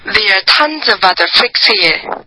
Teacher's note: 后面的 here，这是多加了一点重音了